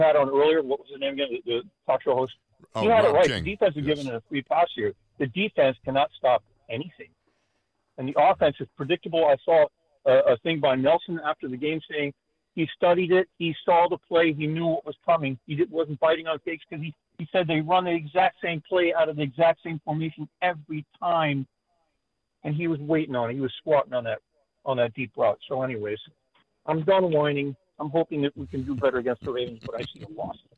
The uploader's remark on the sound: open the phone lines to get to your questions, comments, concerns, and reactions